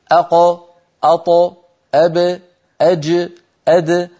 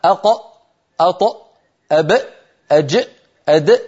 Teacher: الأمر الثاني الله يسلمك، القلقل قطب جد اهتزاز للحرف لا همزة بعده · Shown in: first take